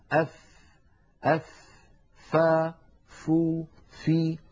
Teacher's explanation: الفاء كما تلاحظون أف يتدفق معها الهواء، فهي حرف مهموس لأنها من حروف سكت فحثه شخص. · ولما نقول بطن الشفة يعني الجزء الذي لا يظهر من الشفة إذا أطبق الإنسان فمه إطباقا عاديا، لما يكون للإنسان هكذا مطبقا فمه إطباقا عاديا، الذي نراه من شفتيه اسمه ظاهر الشفتين، والذي لا نراه اسمه باطن الشفة. فالفاء لا تخرج من ظاهر الشفة بل من باطنها.